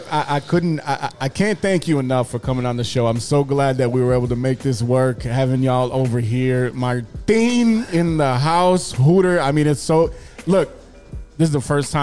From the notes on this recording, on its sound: record remote from Estrella Negra!